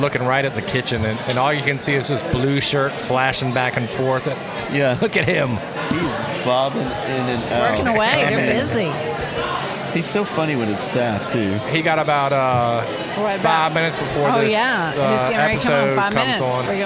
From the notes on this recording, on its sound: Live Watch Party Extravaganza at Palmer's. Step into the bustling atmosphere of Palmer's restaurant as we bring you a special live recording episode. Amidst the vibrant energy of the event. In the heart of East Dallas.